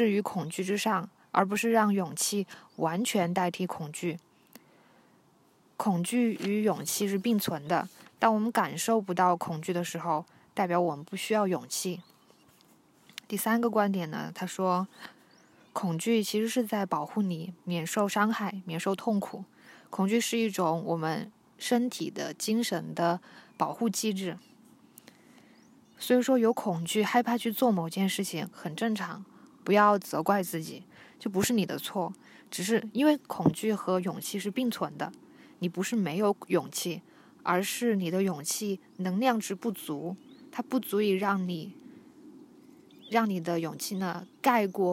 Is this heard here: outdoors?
yes